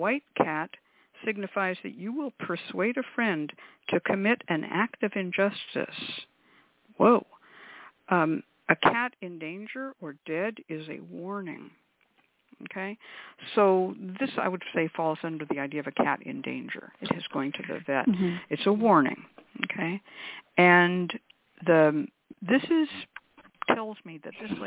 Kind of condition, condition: link, phone line